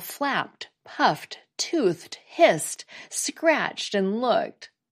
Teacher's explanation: It's pronounced as a T when the base word ends in a voiceless consonant.